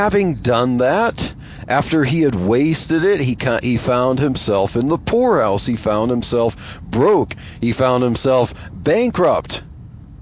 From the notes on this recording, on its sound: I chat about Jesus and socialism while driving to work.